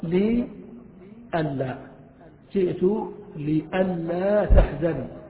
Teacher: ها يعني إذا وقعت أن بين اللام وبين لا الحكم التزم إظهار أن ناصبة، نحو جئت لئلا تحزن، جئت لئلا تحزن أصل كلام جئت لي، هذه اللام مكسورة، أن هذه الناصبة، لا هذه النافية. الذي حدث أن النون أدغمت في اللام بعدها